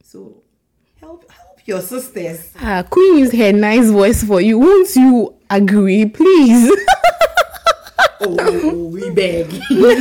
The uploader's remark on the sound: Apologies for the low sound which was due to a technical issue in the production of this episode